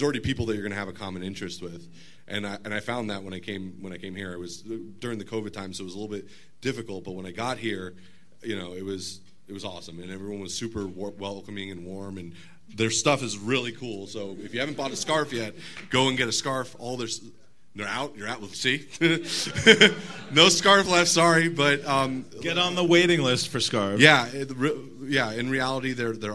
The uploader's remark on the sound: the special LIVE podcast performed on Saturday 22 April during the GoonerPalooza Spectacle in Chicago, Illinois, USA